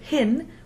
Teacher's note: and hin, with a short open I